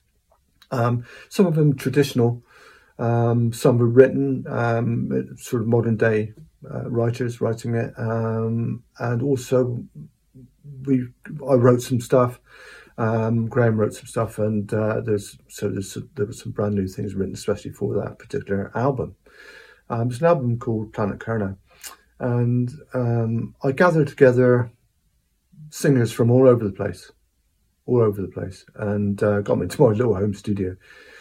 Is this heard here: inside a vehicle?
no